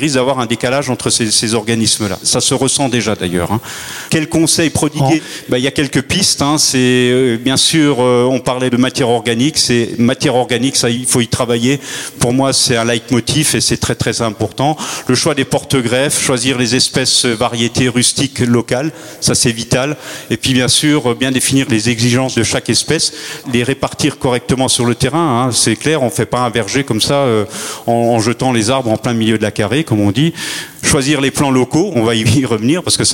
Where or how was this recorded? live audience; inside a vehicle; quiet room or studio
live audience